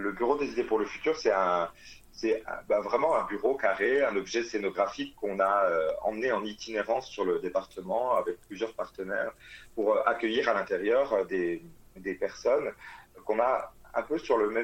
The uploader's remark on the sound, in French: Interview téléphonique